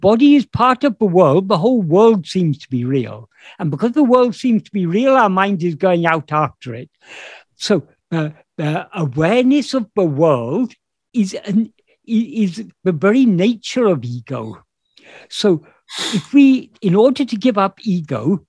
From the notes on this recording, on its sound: In a Zoom meeting. This episode can also be watched as a video.